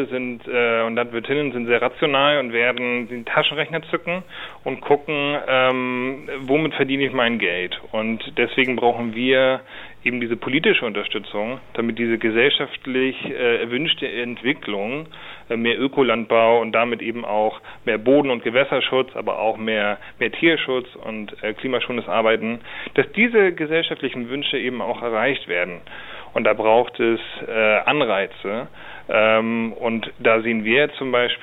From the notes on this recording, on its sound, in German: Am Telefon bei RDL.